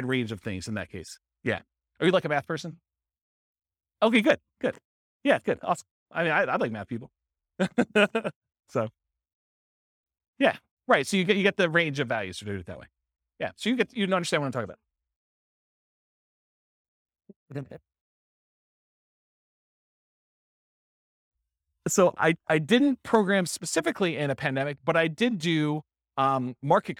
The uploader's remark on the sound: This was a live class recorded